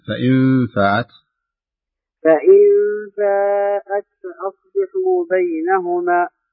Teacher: انتبه للنون إذا صارت ساكنة وأتى بعد حرف الفاء يكون في إخفاء، يغن بمقدار حركتين